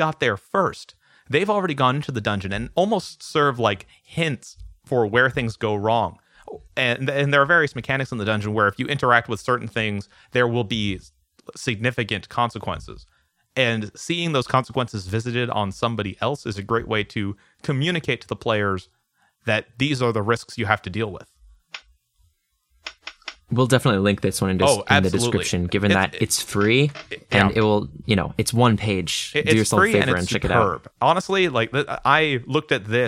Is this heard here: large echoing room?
no